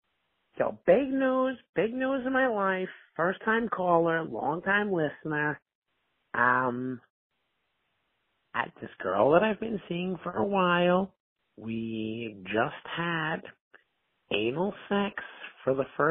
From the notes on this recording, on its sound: another call in episode